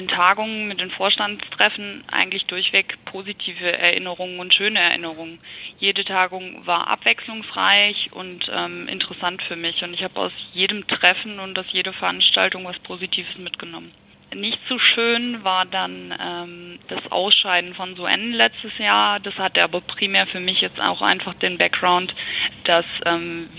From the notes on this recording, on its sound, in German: Ich habe mit ihr am Telefon